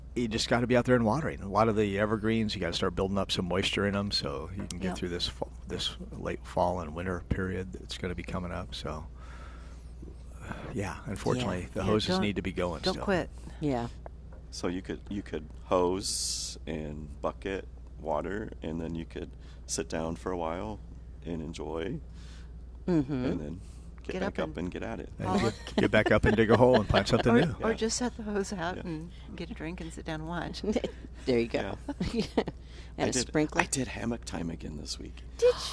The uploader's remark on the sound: Plant Experts Live at Prairie Gardens. Live from Prairie Gardens every Saturday as they answer all your lawn and garden questions.